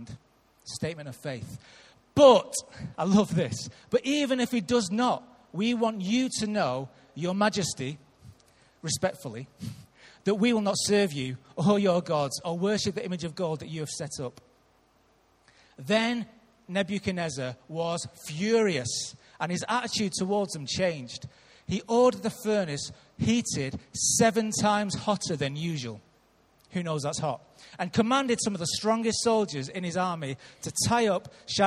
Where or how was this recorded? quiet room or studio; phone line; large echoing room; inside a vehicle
large echoing room